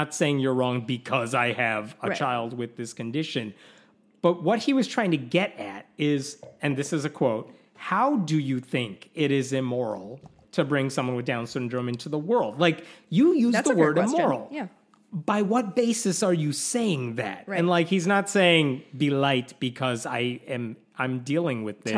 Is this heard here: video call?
no